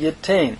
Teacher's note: Notice yintain, by progressive assimilation again, the noon goes into the tav, and we have a doggish forte showing doubling in the tav, but it is simply your kao imperfect, third masculine singular with the yod prefix from natan.